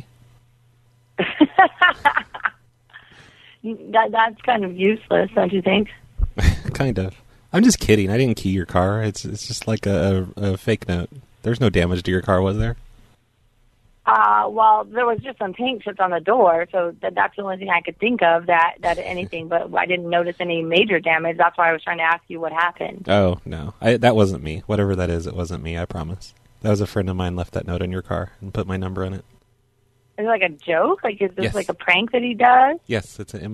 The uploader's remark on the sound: Prank Phone Calls